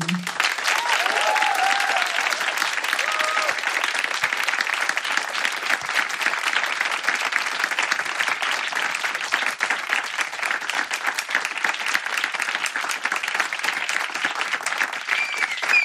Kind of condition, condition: setting, live audience